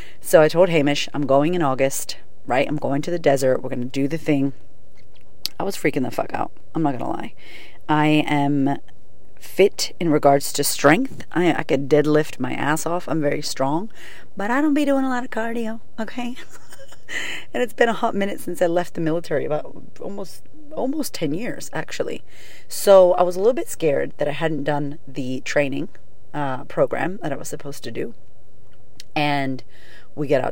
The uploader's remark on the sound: Today's episode is live from my car